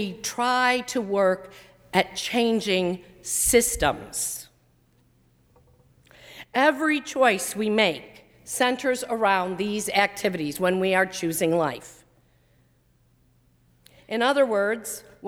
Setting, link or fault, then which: setting, large echoing room